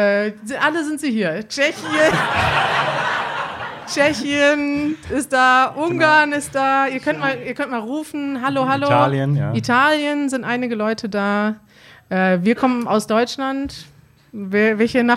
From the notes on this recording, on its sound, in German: Wir sind in Wien und podcasten live vor Publikum.